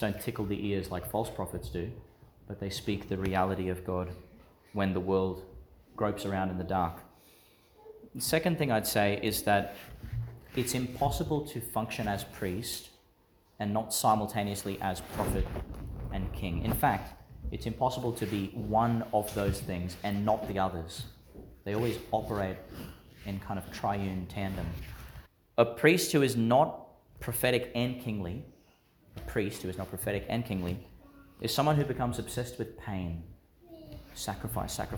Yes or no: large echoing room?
yes